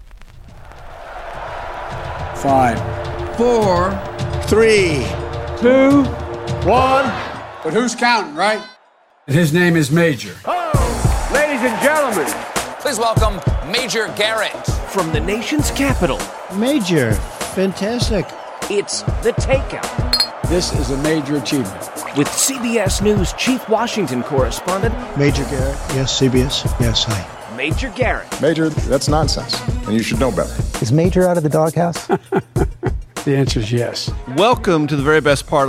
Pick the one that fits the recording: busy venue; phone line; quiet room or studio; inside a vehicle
busy venue